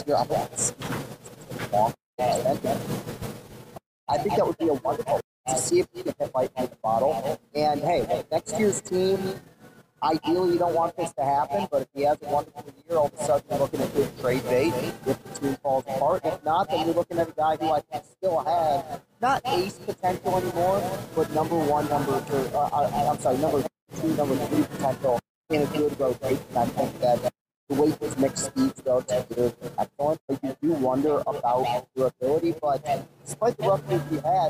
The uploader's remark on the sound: This was recorded live on Thursday, October 20th at the Woodward Sports Studio. Apologies on the audio quality but you will hear about that soon enough.